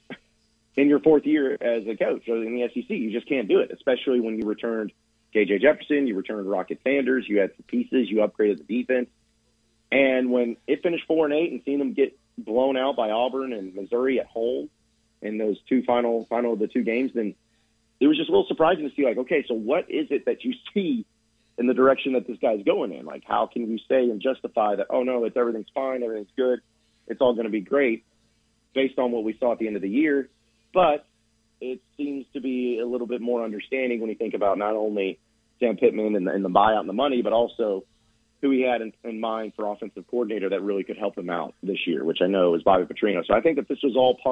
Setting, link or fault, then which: link, phone line